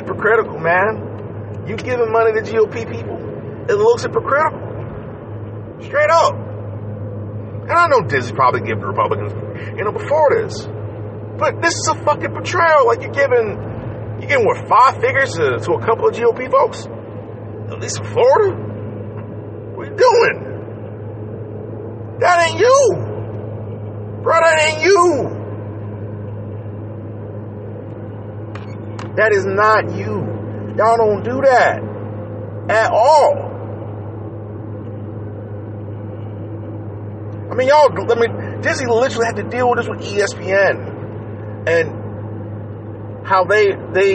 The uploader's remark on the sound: Disregard that squeaking sound, that from a steering wheel that needs to be changed